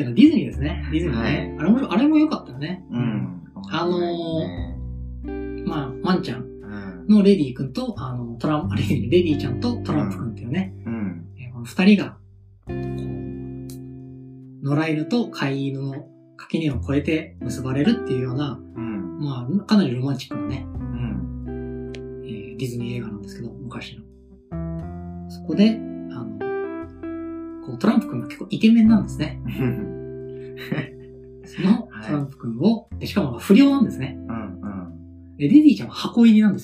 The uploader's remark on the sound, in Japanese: 慣れない環境で録音したので、膨れたような音質で聞きづらくすみません